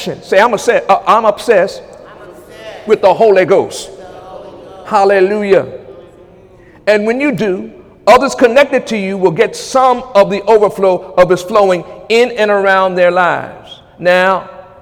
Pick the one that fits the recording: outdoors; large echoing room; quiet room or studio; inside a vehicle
large echoing room